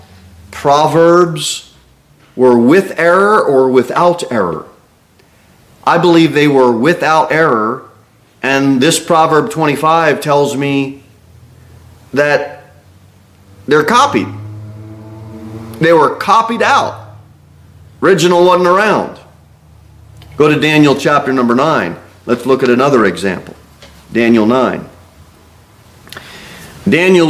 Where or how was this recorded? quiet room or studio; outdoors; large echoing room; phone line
large echoing room